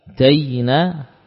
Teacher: Berbeda halnya ketika waw sukun atau ya sukun berlaku sebagai huruf lin saja, ya, bukan huruf mad. Kita merasakan ada suara yang menekan makhraj tengah lidah